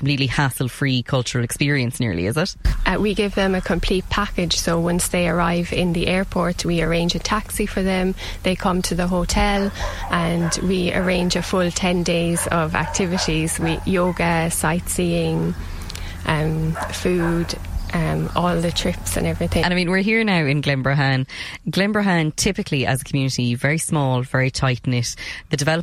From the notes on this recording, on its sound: went out to Glenbrohane to do gentle yoga in the shadows of the mountains